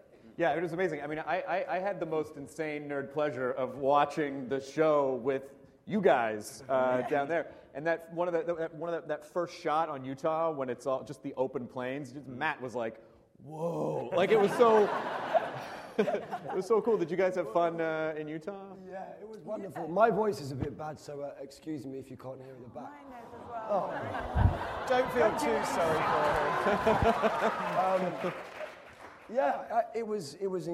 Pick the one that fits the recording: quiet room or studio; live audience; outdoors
live audience